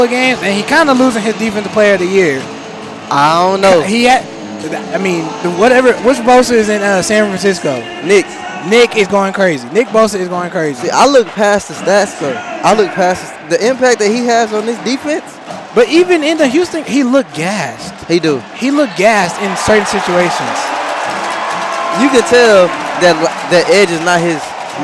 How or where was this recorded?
busy venue